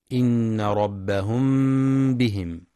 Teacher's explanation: إخفاء الميم الساكنة إخفاء شفويا عند الباء